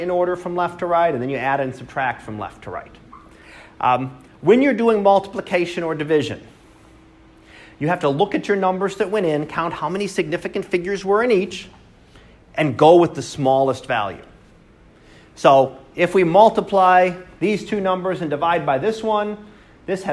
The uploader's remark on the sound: Live Class Lecture